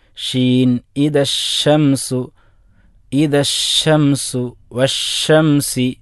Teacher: അപ്പം ഷീൻ എന്ന അക്ഷരം ഉച്ചരിക്കുമ്പോൾ നാവ് അതിൻ്റെ മധ്യഭാഗത്തു നിന്നാണ് ഷീനിൻ്റെ മഹ്റജ്, അത് വാ വരെ അഥവാ തറഫുൽ ലിസ നാവിൻ്റെ അഗ്രഭാഗം വരെ ഒരു കാറ്റ് പരക്കണം. · Term: തഫഷി